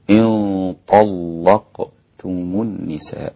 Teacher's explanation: عندي تفخيم الغنة في النون الساكنة مع الطاء إن طاء، واللام هنا رقيقة عند كل القراء ما عدا ورش، فإنه يغلظ اللام في هذا الموضع